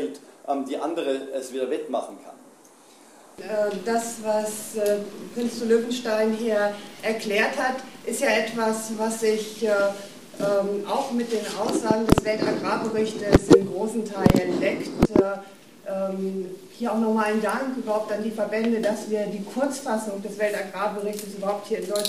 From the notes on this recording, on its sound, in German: Es war relativ wenig Publikum in dem hannoverschen Freizeitheim, aber alle Parteien waren der Einladung gefolgt.